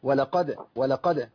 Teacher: نقلق الدال بقى، عشان الدال من حروف القلقلة